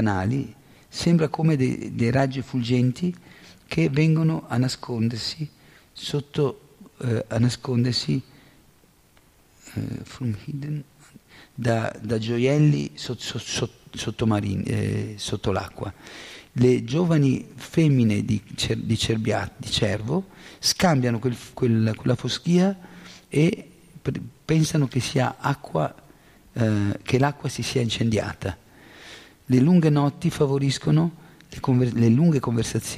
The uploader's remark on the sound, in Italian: In diretta dal Tempio di Villa Vrindavana.